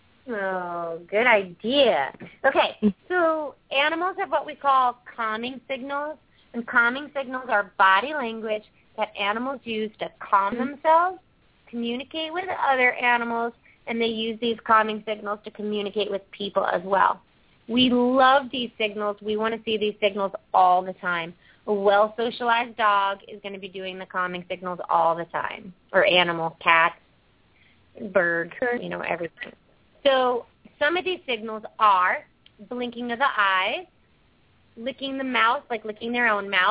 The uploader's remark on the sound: open up the lines for listeners to call